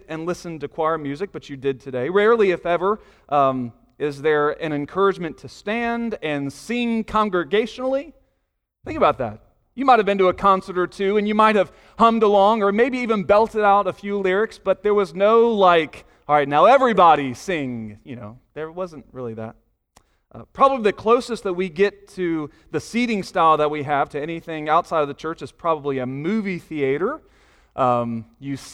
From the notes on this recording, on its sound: Sunday morning sermon audio